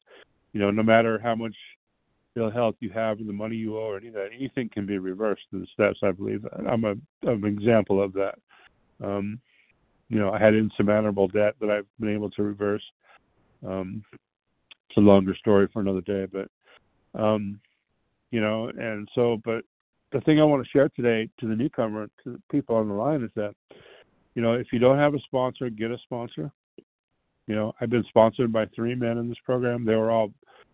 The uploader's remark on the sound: 100 Pounders Phone Meeting, 1/29/23